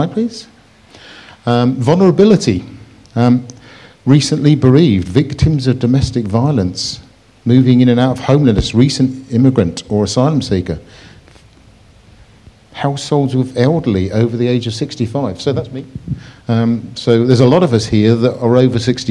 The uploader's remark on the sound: On 15th January 2023 at King's Church, Cockermouth, as an audio file.